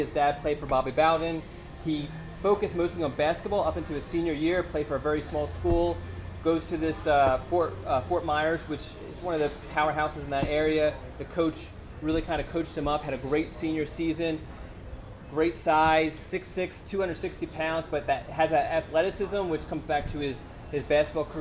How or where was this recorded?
busy venue